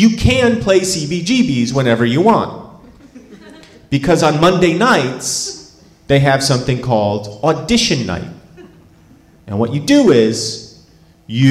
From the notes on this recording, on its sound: Live From Charleston! At the Charleston Comedy Festival in South Carolina.